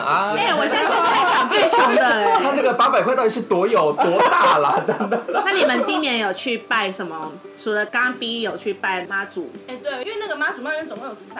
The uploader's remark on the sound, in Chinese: 抱歉這次沒顧好，錄音環境噪音有點多